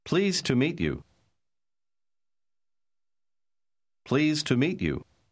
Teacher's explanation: конечный звук «д» в слове «pleased» почти не слышен